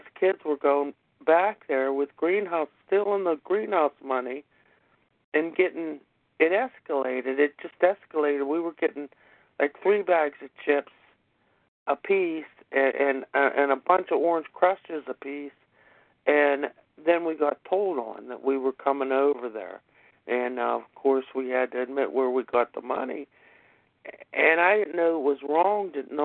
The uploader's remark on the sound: 100 Pounders Phone Meeting